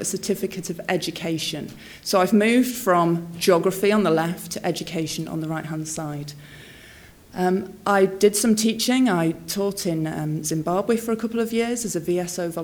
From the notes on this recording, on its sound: speaks at SRHE Newer and Early Career Researchers Conference 2016